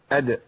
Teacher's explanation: نتيجة اهتزاز المخرج وأنا خارج من المخرج بيحصل هزة كده، دي اللي بتعمل إمالة قليلة للفتح · Term: القلقله